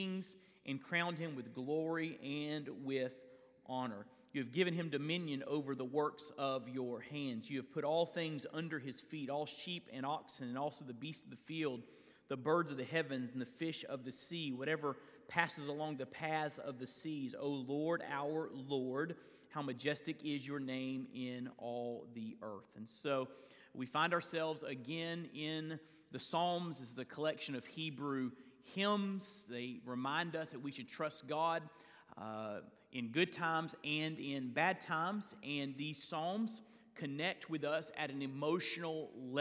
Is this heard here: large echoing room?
yes